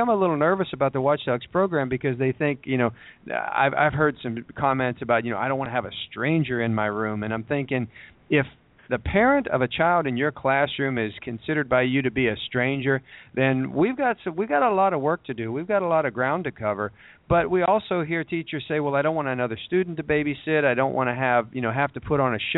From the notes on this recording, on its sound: Will be broadcasting live from the 26th Annual National Youth at Risk Conference in Savannah, GA.